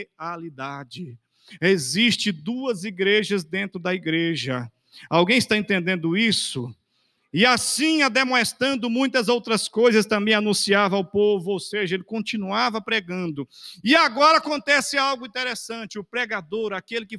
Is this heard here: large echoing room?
yes